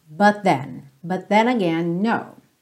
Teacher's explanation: If I was a sculptor, but then again, no. But then, você já junta, soa um T só